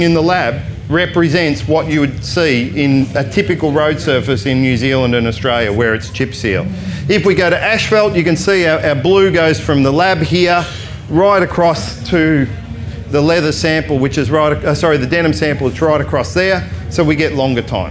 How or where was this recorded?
live audience